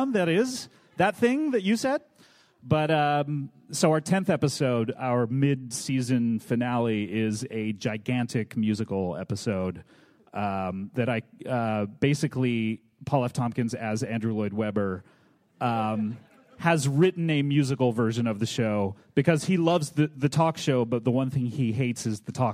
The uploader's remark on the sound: From ATX Television Festival. Recorded at the Alamo Drafthouse in Austin, TX, on June 8, 2013.